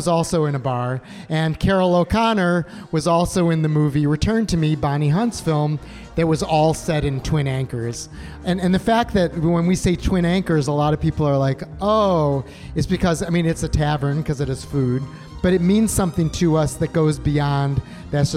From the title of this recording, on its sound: Curious City Live from Goose Island Barrelhouse